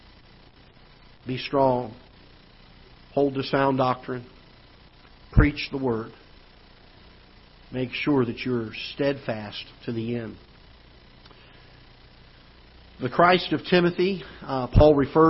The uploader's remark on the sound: Ketha Heights Baptist Church ~ Live Broadcast